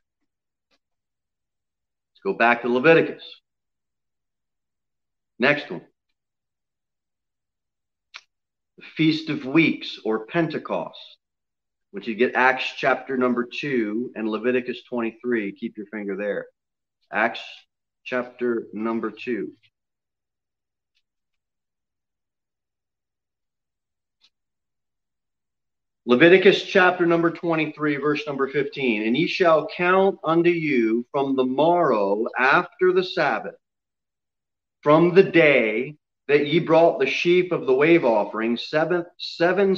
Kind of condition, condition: setting, large echoing room